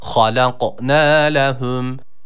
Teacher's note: Nunu uzatırken yine e-a arası bir ses veriyoruz. Bir elif miktarı.